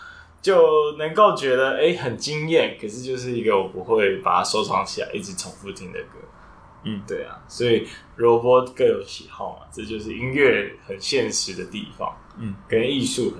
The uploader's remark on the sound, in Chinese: 雖然這集很抱歉收音滿差，沒想到他家旁邊有醫院、外面是台灣大道，聲音吵雜的程度讓我剪輯有點崩潰。